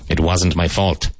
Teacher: Make sure you pronounce the T at the end of wasn't. So the S in was sounds like a Z